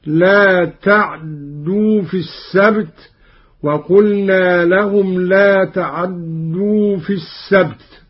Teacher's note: قرأ قالون: لا تعدوا في السبت، بإسكان العين واختلاسها هكذا: لا تعدوا في السبت، وقلنا لهم لا تعدوا في السبت. أبدلت التاء دالا وأدغمت في الدال الثانية